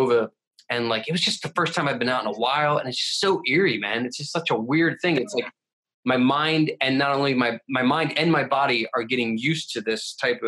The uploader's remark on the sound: Zoom style podcasts back to back. Quarantine 2020.